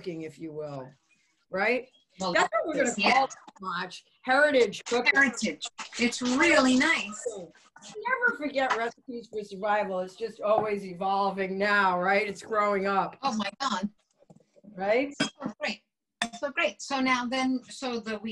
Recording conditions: video call